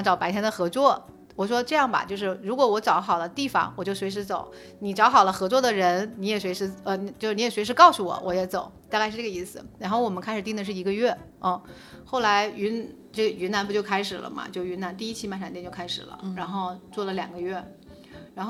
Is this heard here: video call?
no